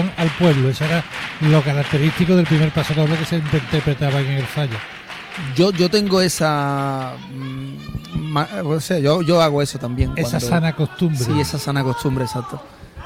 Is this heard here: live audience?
yes